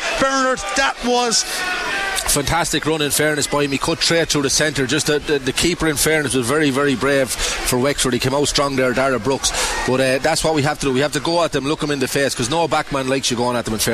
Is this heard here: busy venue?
yes